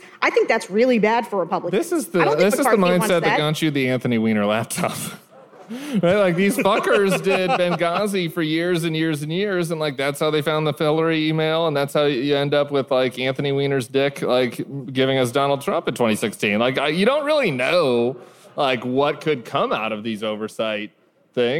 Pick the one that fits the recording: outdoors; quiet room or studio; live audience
live audience